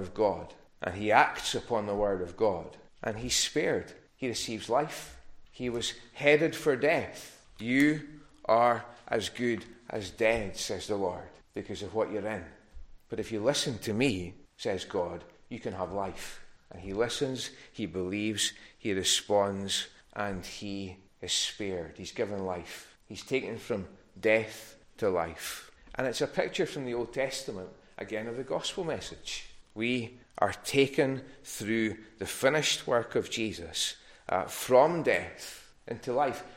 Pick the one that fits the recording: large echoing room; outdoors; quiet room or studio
large echoing room